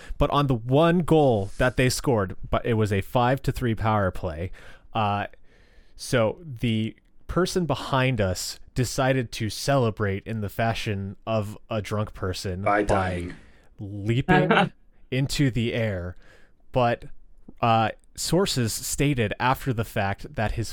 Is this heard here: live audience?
no